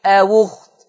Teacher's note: هننقل ضمة الهمزة إلى الواو · Term: النقل